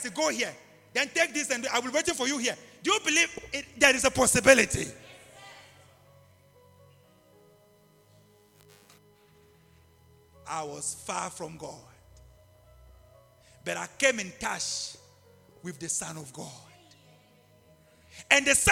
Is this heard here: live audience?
yes